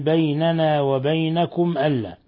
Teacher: ميم ساكنة جاء بعدها الهمزة الحكم التجويدي إظهار شفوي